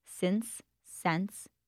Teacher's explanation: she sounds like she has a merger in front of nasals also, that since, sense.